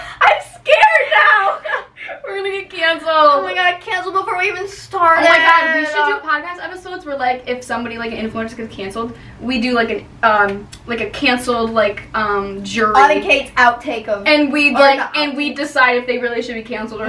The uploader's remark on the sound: we know the audio sounds horrible.